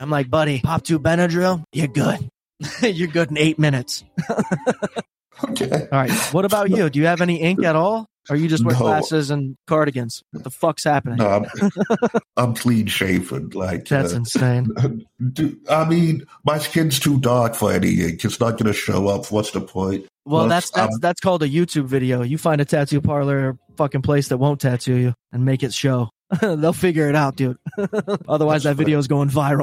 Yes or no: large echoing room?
no